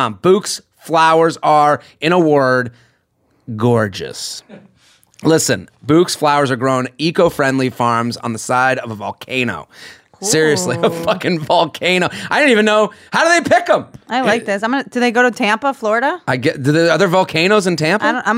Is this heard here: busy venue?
no